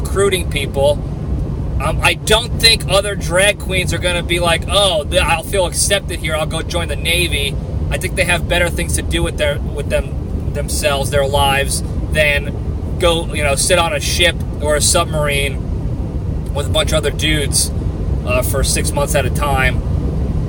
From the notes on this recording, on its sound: I'm back on the road and answering fan questions! I'm driving back down to the LPDS ranch in Texas, so I decided to take more questions from the fans and make the drive a little less boring.